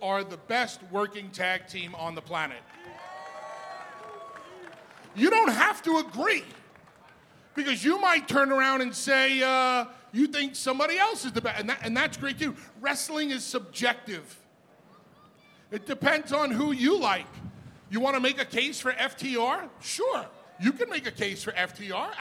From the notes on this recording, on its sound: LIVE on the Jericho Cruise. Live on the high seas of the Jericho Cruise. Facing 40 mph winds in front of a crowd of over a thousand people. Aboard what was supposed to be a 3-Hour tour.